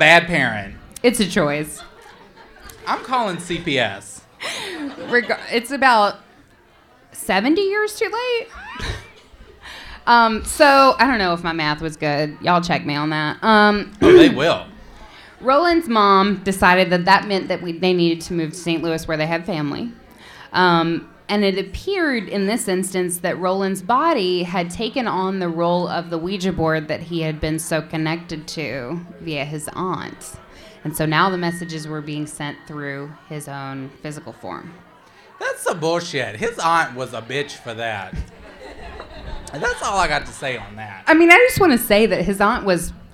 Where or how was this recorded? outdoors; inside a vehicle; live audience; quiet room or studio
live audience